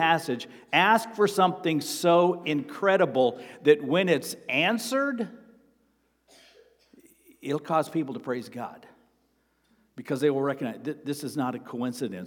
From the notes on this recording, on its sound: Sermon preached on Sunday, March 19, at Avondale Baptist Church.